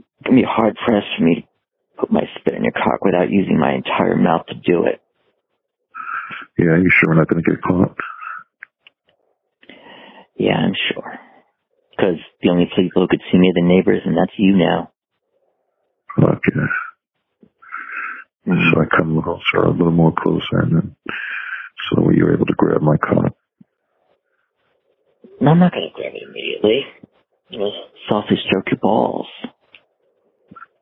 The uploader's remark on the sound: The sexual chemistry took over, and we decided to record the call.